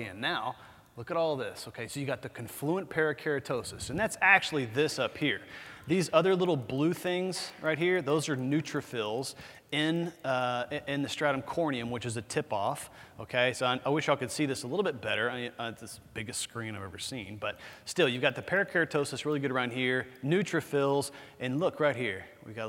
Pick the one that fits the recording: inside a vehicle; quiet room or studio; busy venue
busy venue